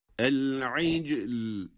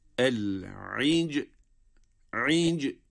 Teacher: Cim harfinde kalkale ve sonrasında lamı cezimli okuduk. Çünkü bu kelimede sükun ile durmak esas.